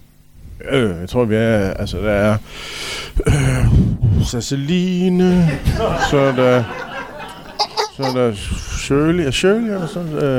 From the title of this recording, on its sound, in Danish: LIVE fra Tobbers i Kolding